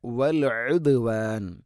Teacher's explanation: ഐന് തൊണ്ടയുടെ മധ്യഭാഗമാണ് മഖ്റജ്, ശ്രദ്ധിച്ചുകൊണ്ട് ഓതണം